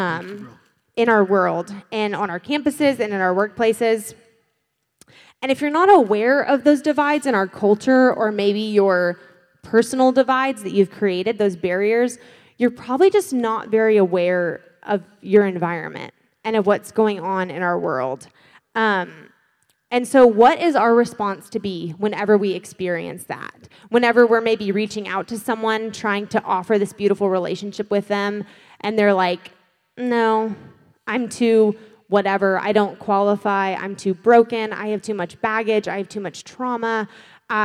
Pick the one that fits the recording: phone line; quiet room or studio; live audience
live audience